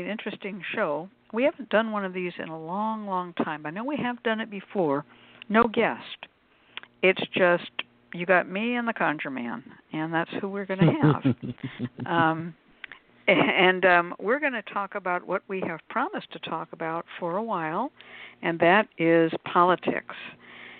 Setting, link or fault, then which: link, phone line